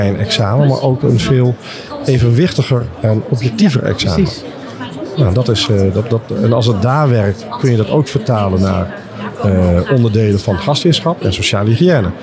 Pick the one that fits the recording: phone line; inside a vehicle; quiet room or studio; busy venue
busy venue